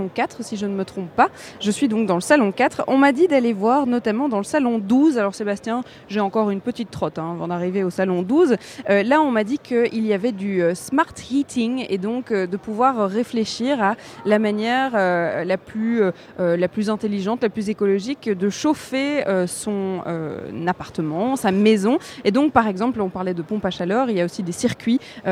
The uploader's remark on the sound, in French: En direct depuis le salon Batibouw, à Brussels Expo, pour Bruxelles vit.